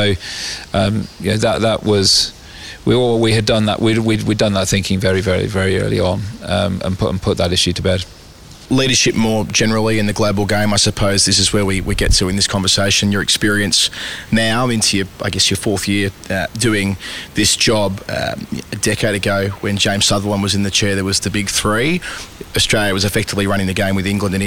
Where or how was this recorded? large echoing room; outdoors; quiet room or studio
outdoors